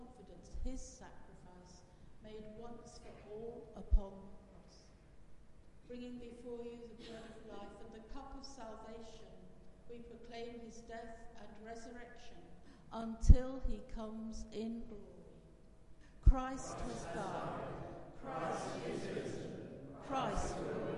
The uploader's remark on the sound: Christ Church, Bayston Hill (UK)